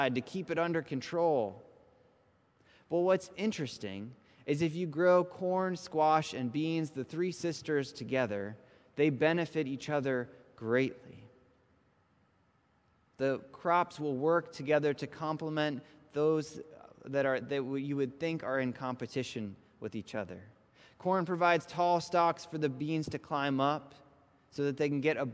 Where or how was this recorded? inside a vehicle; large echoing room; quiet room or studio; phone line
large echoing room